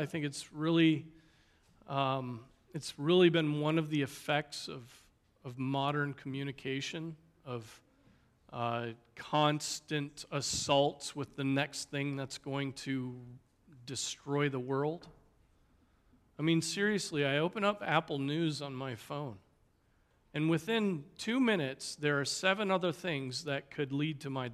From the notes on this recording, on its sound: Preached on July 30, 2023 at Trinity Presbyterian Church ( Evangel Presbytery ) in Spartanburg, SC.